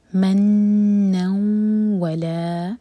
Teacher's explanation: नून पर फतह की तनवीन के बाद वाओ, तो यह है इदगाम गुन्ना के साथ